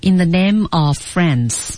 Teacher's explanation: 因为他们发音嘴型上有冲突，我们就把这个 v 的音呢给省了 · Term: 连读